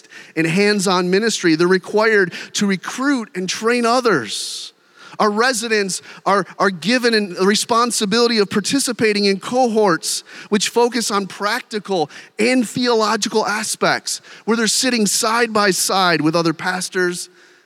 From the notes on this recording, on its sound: During one of our breakout sessions. The Gathered and Scattered Podcast features keynote and breakout sessions from our annual conference at Redeemer Presbyterian Church in Detroit, MI.